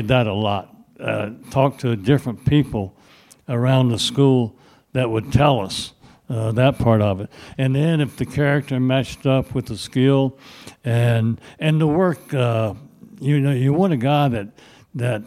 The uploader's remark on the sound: Live from the University Club at Virginia Tech